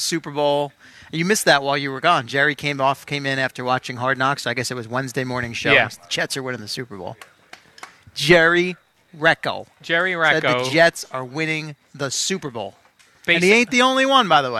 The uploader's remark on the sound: Live from Giants camp